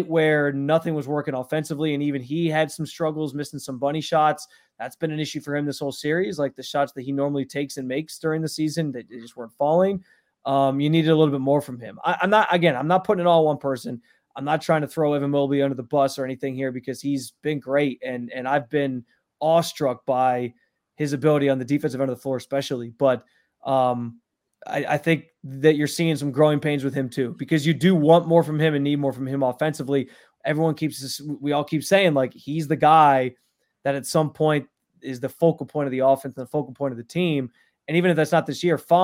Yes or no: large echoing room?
no